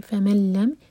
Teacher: ادغام بغیر غنہ کا، نون کی آواز بالکل نہیں ہم ادا کریں گے